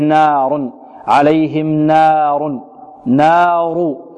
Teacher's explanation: النون هنا مرققة والألف كذلك تتبع النون والراء مفخمة